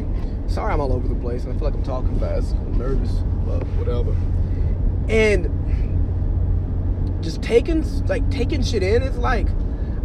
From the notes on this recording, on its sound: I record this episode from my truck on my way SoCal to support Spark the Pop Up!